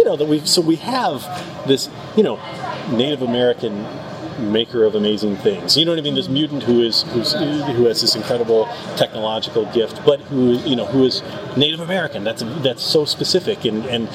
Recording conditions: busy venue